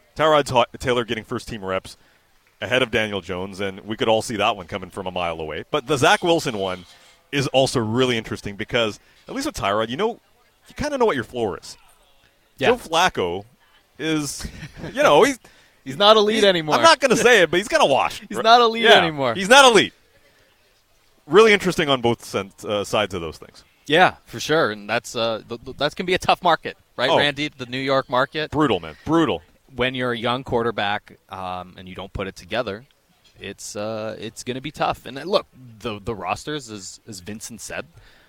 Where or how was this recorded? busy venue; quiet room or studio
busy venue